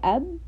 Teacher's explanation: the lips are completely closed, meaning the sound is trapped in the mouth and there's no way for the sound to escape. So if we say any of these letters, it's as if we are saying the letters, but the sound isn't escaping. · Term: letter ba